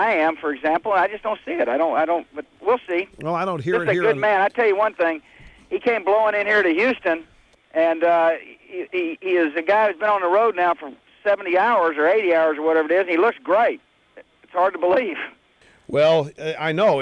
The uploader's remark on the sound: Calls into the Show